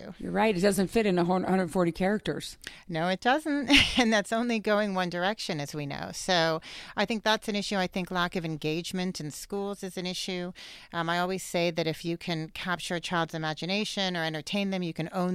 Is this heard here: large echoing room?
no